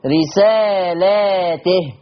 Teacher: بينما ورش عن نافع قرأها على الجمع رسالاته، فتح اللام وكسر التاء وألف بينهما رسالاته، وإن لم تفعل فما بلغت رسالاته.